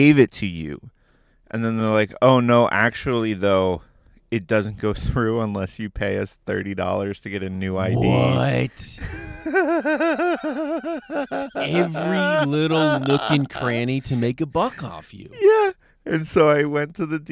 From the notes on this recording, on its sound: In A Car, At A Park, In The Morning. The boys are back in the car, this time in a parking lot at a park at 6 am.